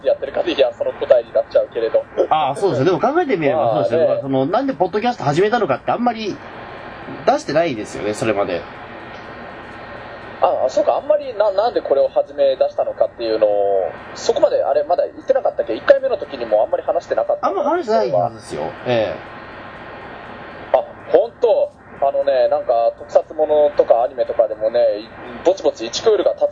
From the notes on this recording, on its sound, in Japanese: 今回録画失敗で音質が若干悪いです